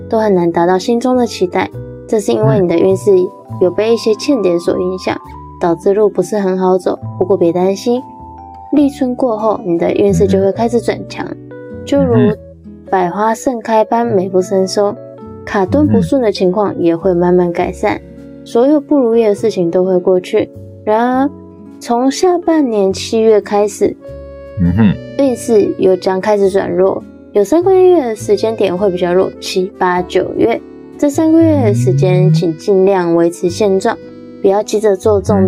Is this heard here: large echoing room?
no